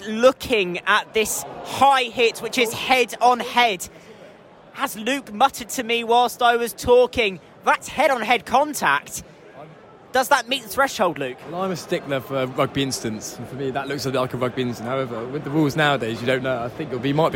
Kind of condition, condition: setting, busy venue